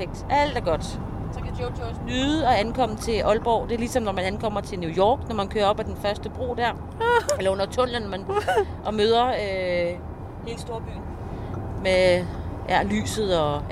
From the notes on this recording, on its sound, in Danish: Optaget i bilen på vej til Aalborg fra Aarhus.